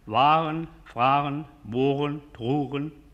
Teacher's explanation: so spricht man das nämlich wie ein CH in Wörtern wie machen und Sachen, aber weich oder stimmhaft